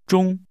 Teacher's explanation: Noon, or at noon, is pronounced with a high-level tone.